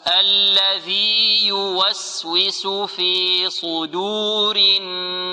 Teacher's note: الياء في الياء، يقول الذي يوسوس وهذا خطأ، لابد هنا من الإظهار، إظهار الياء من الياء، هما حرفان متماثلان، يعني هي ياء ويا، لكن هذه هي مدية وهذه هي متحركة، ولا يجوز إدغام الأولى في الثانية، بل لا بد من إظهارها.